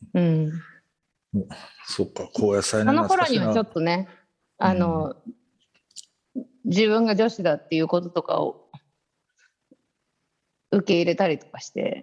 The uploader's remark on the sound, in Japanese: 本収録はビデオ会議サービス「Zoom」を使用し収録しています